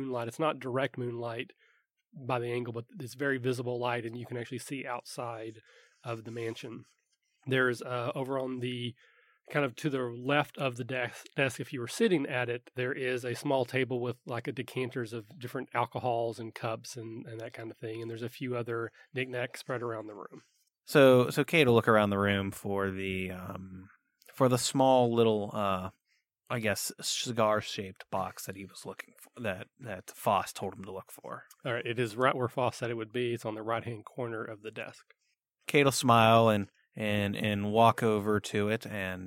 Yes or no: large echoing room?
no